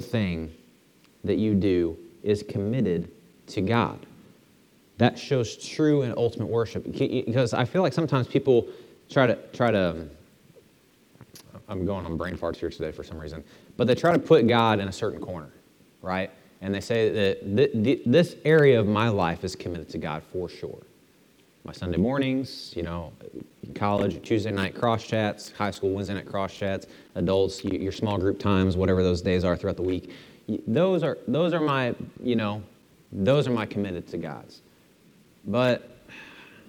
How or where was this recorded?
large echoing room